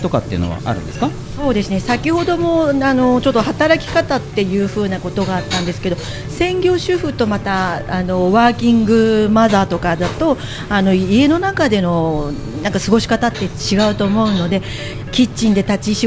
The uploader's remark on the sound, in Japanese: 麻布十番商店街入口にある、ビストロ「蝶蝶」にて行われた公開収録の模様をお送りします。